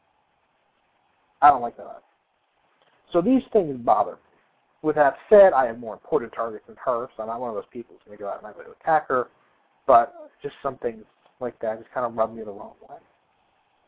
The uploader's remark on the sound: receive a surprise phone call